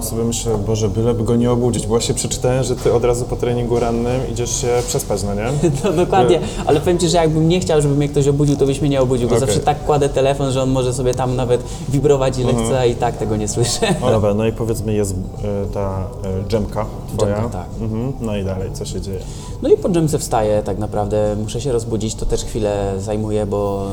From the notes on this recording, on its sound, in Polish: nagrania: Chill Bistro&amp;Bar - Łódź